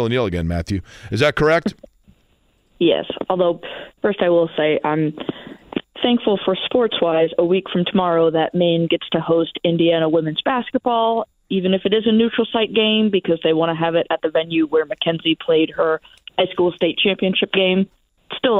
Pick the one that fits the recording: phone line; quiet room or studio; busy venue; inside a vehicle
phone line